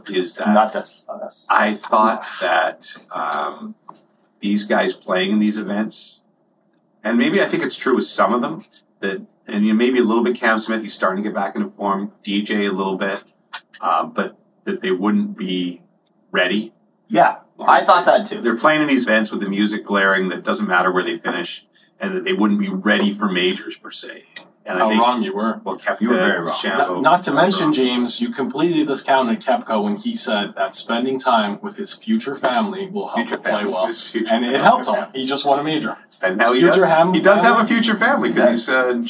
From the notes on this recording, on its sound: recovered from a laptop room recording, please excuse the restored audio quality